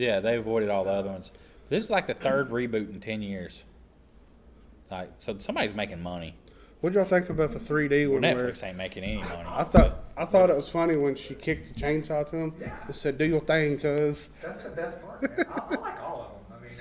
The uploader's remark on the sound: Live at Connooga 2022